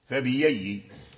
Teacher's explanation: يعني الهمزة مفتوحة قبلها كسرة فتبدل ياء · Term: البدل